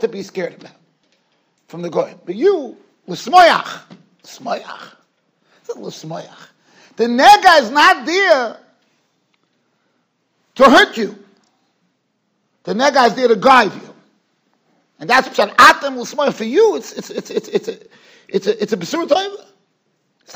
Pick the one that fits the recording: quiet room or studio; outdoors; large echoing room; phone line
large echoing room